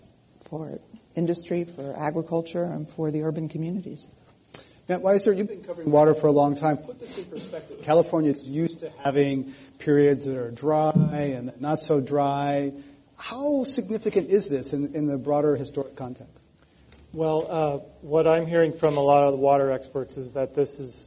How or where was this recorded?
live audience